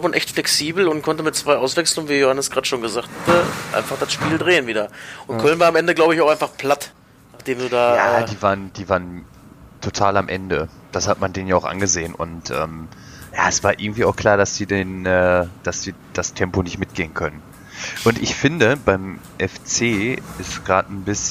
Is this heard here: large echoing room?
no